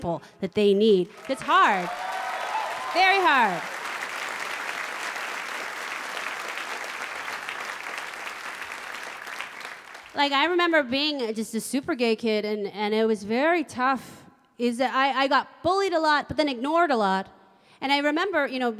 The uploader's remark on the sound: Performs in front of a live audience in this provocative and hilarious comedy special event.